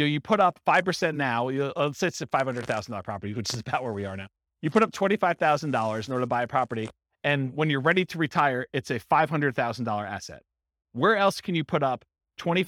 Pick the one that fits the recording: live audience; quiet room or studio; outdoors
live audience